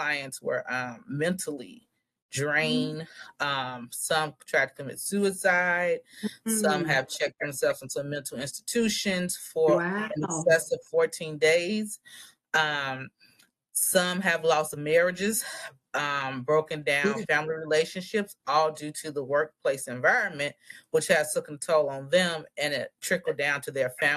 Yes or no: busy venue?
no